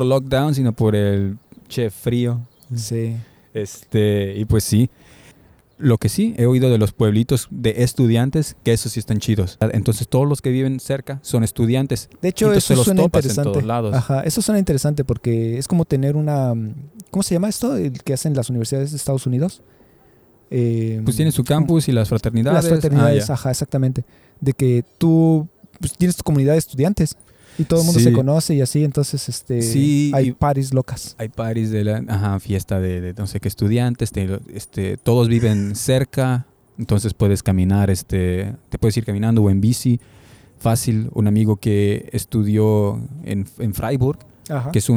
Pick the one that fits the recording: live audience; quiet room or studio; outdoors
outdoors